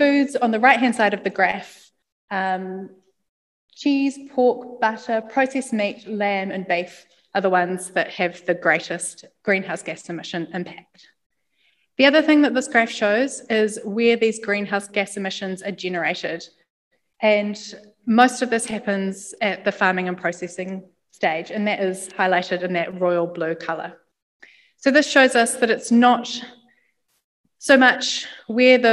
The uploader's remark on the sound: Lecture at the recent Evidence Based Eating NZ event. Hosted in Wellington, and online.